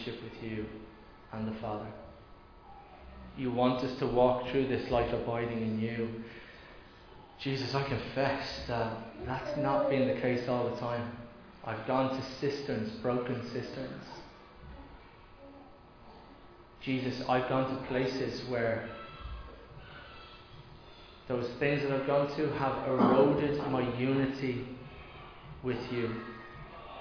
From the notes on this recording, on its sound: Recorded live in Liberty Church.